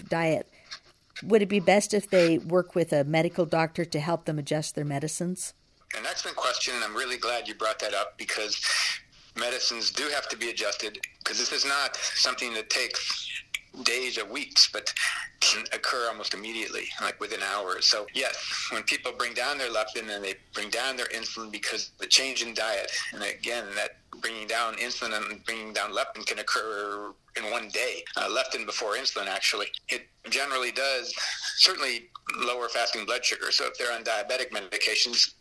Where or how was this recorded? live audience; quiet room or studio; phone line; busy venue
phone line